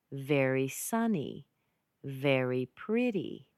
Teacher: So very, it's an important word, but sunny is more important.